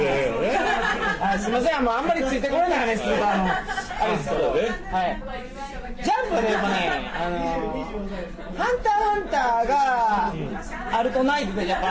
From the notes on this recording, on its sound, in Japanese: やかましい居酒屋で録りました。声張ってます。